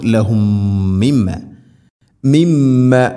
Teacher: മിമ്മ ഫവൈലുല്ലഹും മിമ്മ, സാക്കിന മീമിന് ശേഷം മീം ഇദ്ഗാം മുതമാസിലൈൻ, ഇവിടെ മണിച്ചുകൊണ്ട് ഉച്ചരിക്കണം. ഒന്നാമത്തെ മീമിനെ രണ്ടാമത്തെ മീമിലേക്ക് ഇദ്ഗാം ചെയ്ത് ഒറ്റ മീം ശദ്ദ് നൽകിക്കൊണ്ട് ഗുന്നയോടുകൂടെ ഉച്ചരിക്കണം. ലഹും മിമ്മ മിമ്മ, മീമിന് ശദ്ദുണ്ട്, അവിടെയും ഗുന്ന ചെയ്യണം.